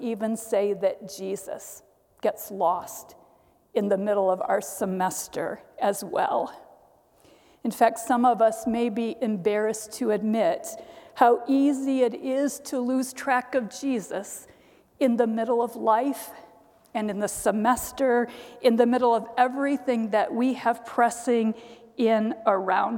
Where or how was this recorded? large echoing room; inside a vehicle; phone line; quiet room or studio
large echoing room